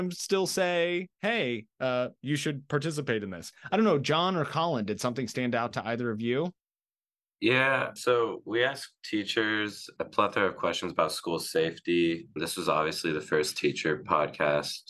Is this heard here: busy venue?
no